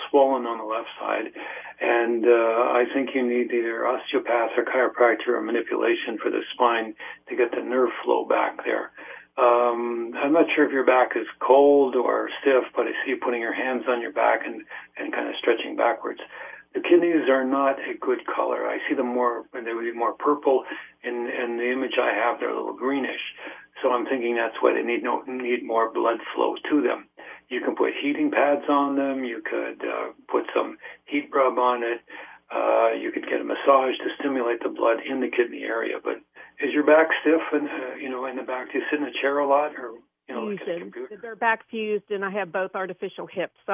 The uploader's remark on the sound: field phone calls from listeners